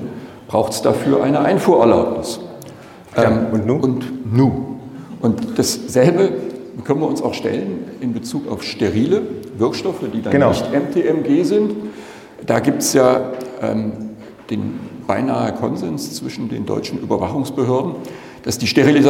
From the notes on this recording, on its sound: GMP-Konferenz in Mainz. Live Podcast Session.